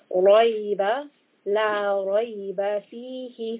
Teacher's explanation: Ra is a letter that is sometimes heavy and sometimes light, as we've learned. Here, ra is a heavy ra. So we want a mouthful, back of the tongue should be raised.